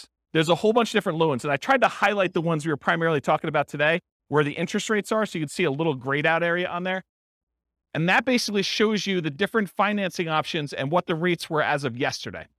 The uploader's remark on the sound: This was a live class recorded